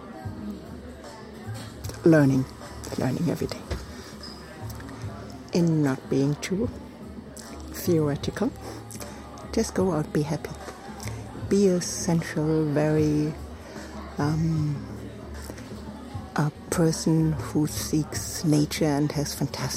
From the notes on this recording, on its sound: Recorded at Spielart Festival, 2019, Munich (DE)